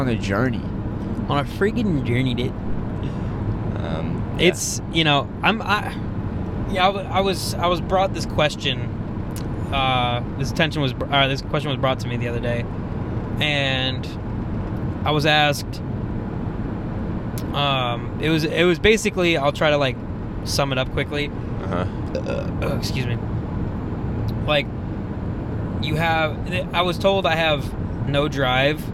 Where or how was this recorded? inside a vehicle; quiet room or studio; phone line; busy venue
inside a vehicle